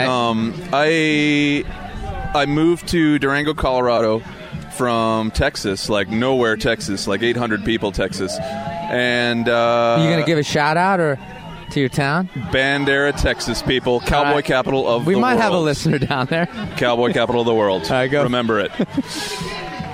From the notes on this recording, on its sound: We blaze through four separate mini-interviews with four excellent climbers recorded at the 2014 Redrock Renedezvous.